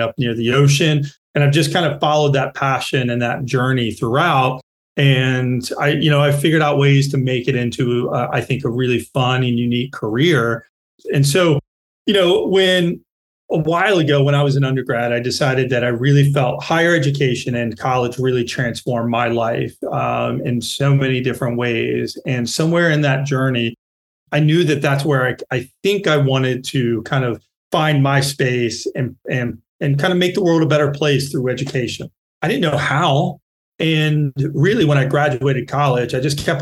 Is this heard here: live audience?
no